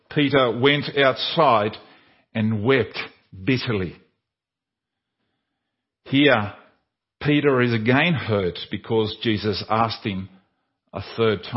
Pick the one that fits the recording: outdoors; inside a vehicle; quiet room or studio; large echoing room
large echoing room